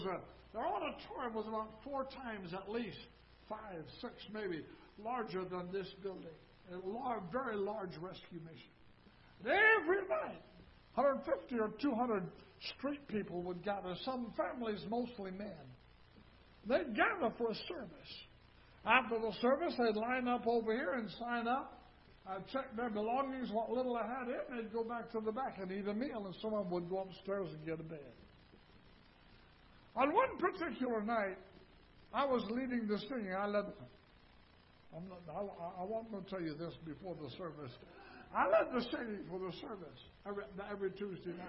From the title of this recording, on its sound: Ketha Heights Baptist Church ~ Live Broadcast